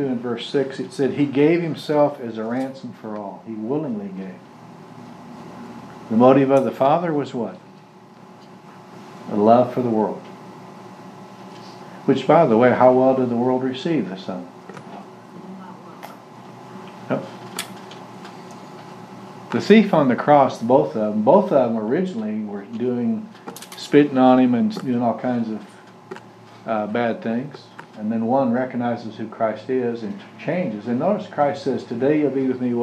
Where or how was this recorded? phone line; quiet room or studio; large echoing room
large echoing room